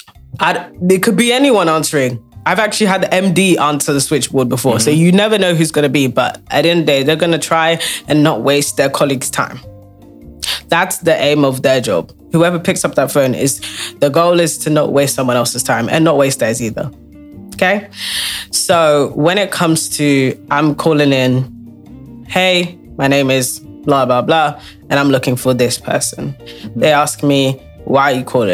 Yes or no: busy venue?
no